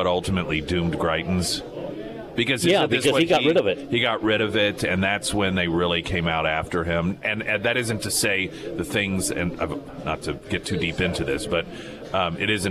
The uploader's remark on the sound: live at Scramblers Diner